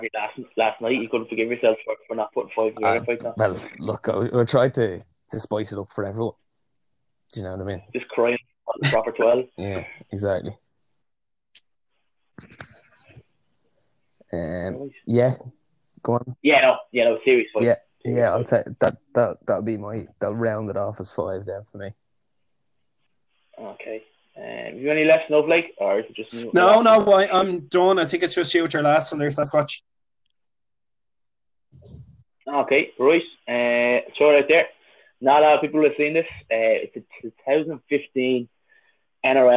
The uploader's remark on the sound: Apologies for some poor audio throughout owing to dropping signal during the call.